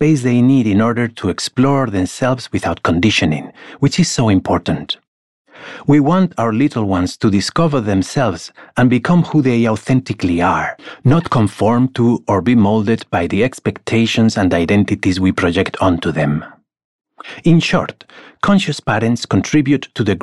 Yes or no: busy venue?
no